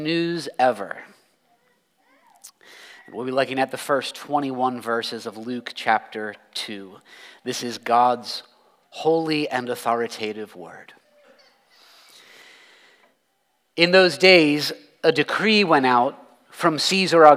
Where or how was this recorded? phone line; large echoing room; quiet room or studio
large echoing room